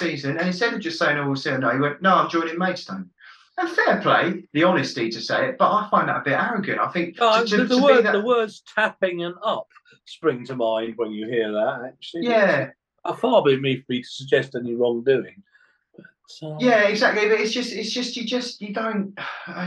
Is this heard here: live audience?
no